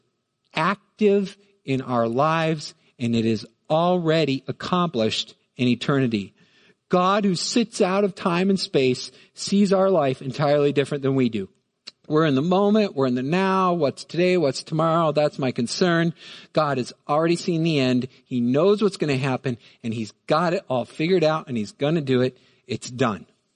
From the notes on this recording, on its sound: Midland Evangelical Free Church Sermon Audio